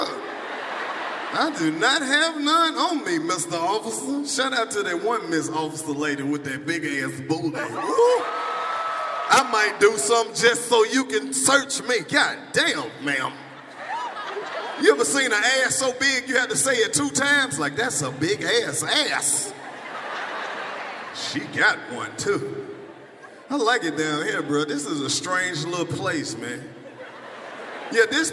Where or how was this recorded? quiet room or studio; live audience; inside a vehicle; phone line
live audience